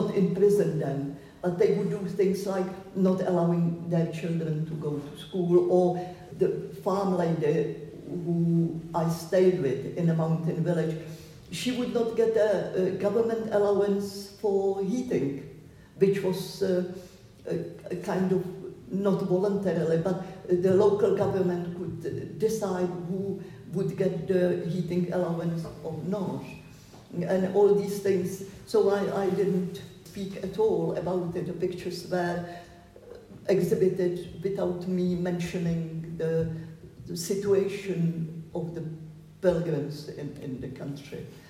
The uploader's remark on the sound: at a public event held at Stills, Edinburgh on 12th August 2023